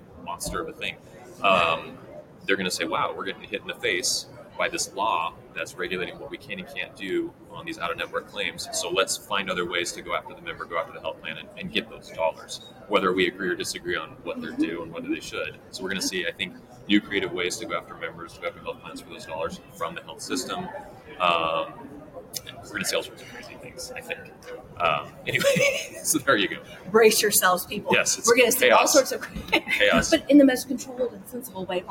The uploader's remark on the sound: LIVE from Engage. Live at the SIIA 2022 Engage Conference.